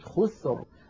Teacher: الراء ساكنة، قبلها ساكن، وقبله مضموم وهو الخاء، إذن أيضا نفخمها